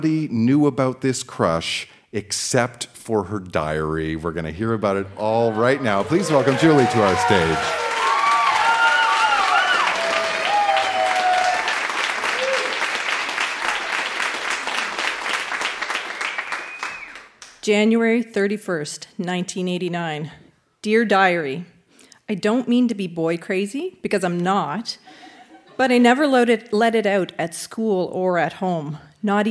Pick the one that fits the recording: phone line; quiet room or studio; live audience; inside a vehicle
live audience